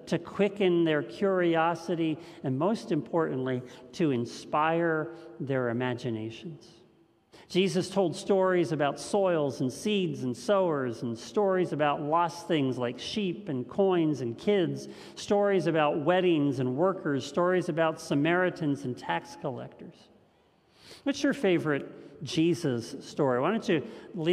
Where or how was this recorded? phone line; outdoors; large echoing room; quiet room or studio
large echoing room